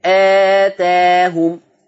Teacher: لو انت قصرت آه هتفتح تاهم